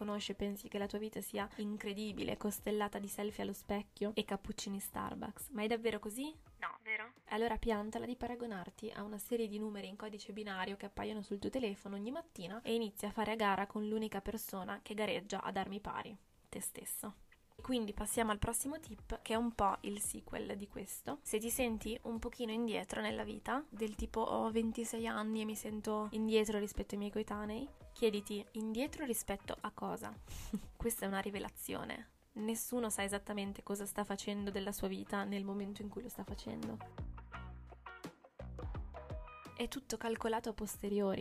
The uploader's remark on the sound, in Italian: registrata con il mal di gola e troppo caffè in circolo (si sente il ticchettio delle unghie sul tavolo mentre parlo?